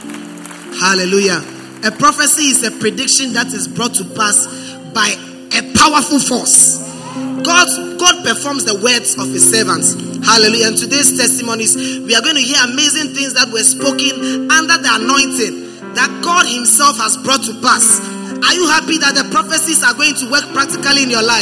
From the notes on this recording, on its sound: Preached at the First Love Center, Accra.